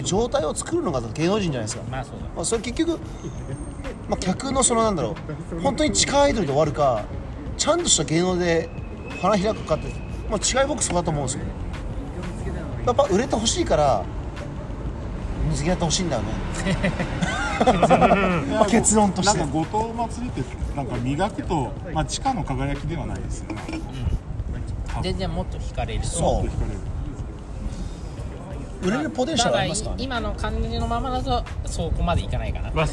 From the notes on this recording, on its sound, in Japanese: 池袋の路上でオタク5人と飲んだところを収録